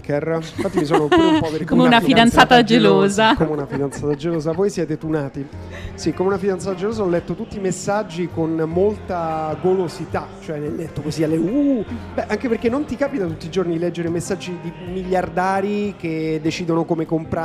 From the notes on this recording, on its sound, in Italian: In diretta dal Plan B Forum a Lugano